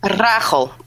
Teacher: it has the rolling R at the start and then the hard which the Dutch is known for.